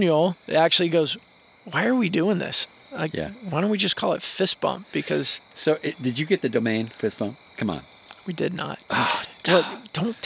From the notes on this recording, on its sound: fire pit in Suwannee, GA